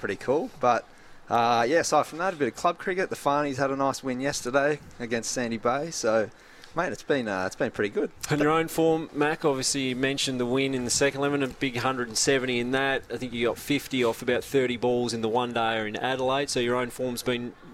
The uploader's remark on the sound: live at Chemist Warehouse